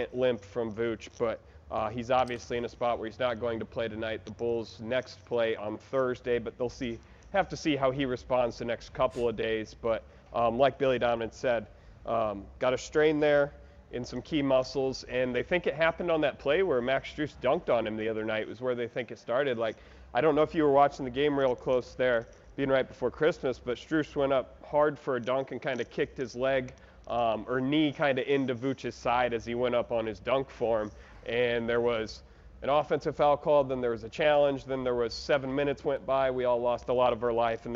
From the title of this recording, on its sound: live from the United Center